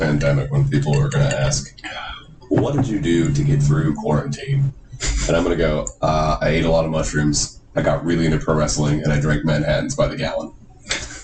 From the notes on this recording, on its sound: I apologize in advance for the lower than average quality of the audio. It's not a true McAllister Hours episode without some difficulties of some kind!